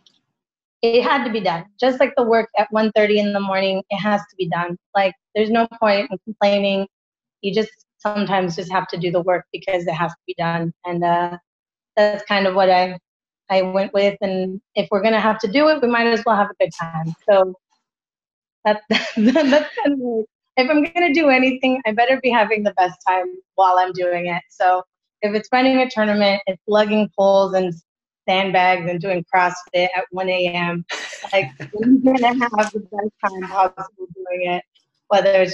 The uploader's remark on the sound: Adobe Audition crashed on me, and as a result I lost my mic'd up track. Thankfully, Zoom recorded a backup version. It doesn't sound nearly as great.